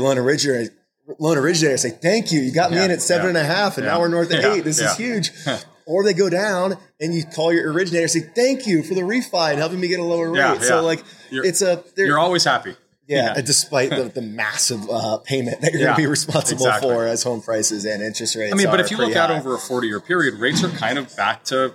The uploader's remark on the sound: Live interview at HousingWire Annual in Austin, TX. In this live interview at HousingWire Annual in Austin, TX.